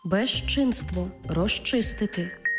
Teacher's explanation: Отож, відбувається уподібнення і «з» плюс «чи» всередині слова читаємо як «жи-чи»